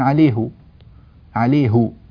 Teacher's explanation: وإلا فالأصل في هذه الهاءات كلها الضم، وبقي على الضم بعض قبائل العرب. حتى اليوم نسمع مثلا في اللهجة السودانية ضم هاء الضمير إذا جاء بعد، إذا جاء قبلها حرف الياء الساكنة